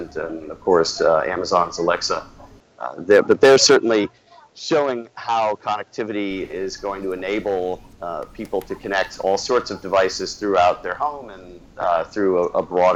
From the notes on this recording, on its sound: Lets go straight to the floor at CES. Live at Eureka Park.